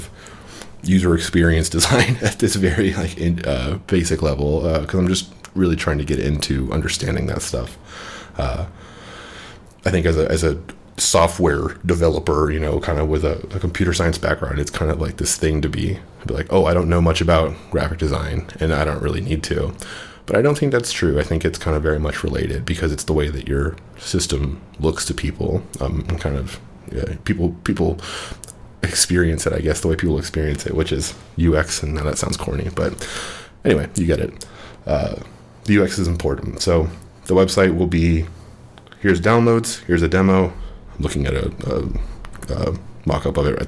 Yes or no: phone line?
no